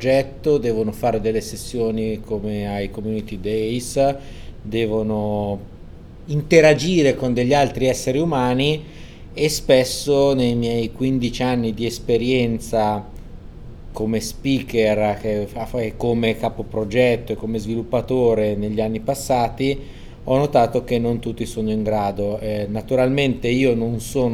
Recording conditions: busy venue